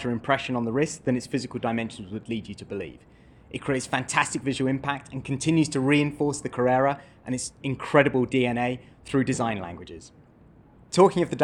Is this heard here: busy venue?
yes